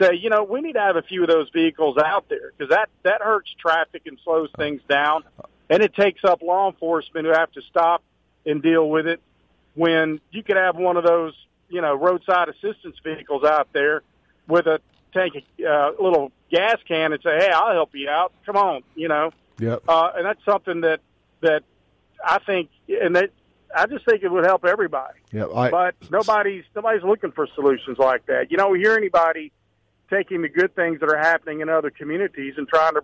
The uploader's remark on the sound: call in with back to back calls of the day!